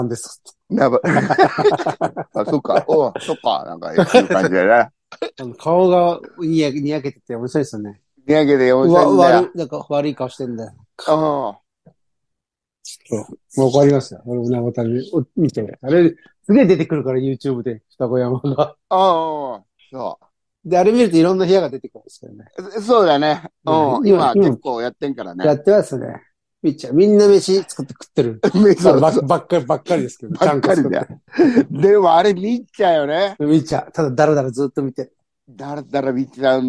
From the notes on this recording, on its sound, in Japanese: ZOOMで収録